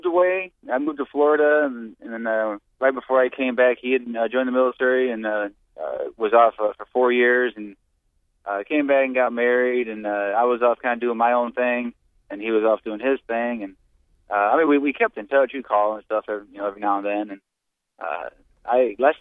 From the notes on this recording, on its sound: Called in to the studio to talk about friendships.